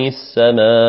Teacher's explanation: سماء الميم هنا فيها مد طبيعي وبعدها همزة قطع وجمعت في كلمة واحدة وكانت في كلمة واحدة، فإن هذا يسمى مدا متصلا.